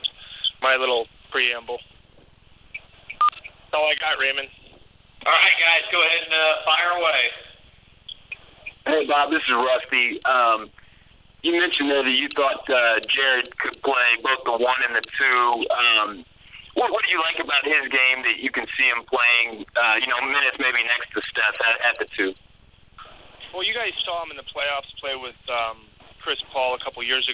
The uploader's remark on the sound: Conference Call